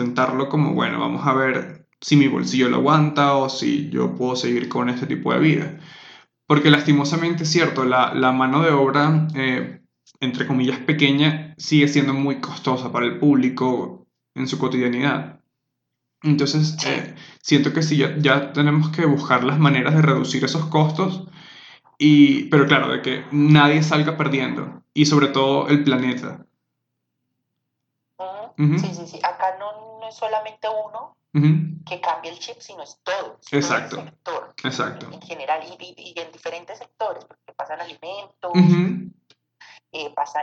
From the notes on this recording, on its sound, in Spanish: pido disculpas por la calidad del audio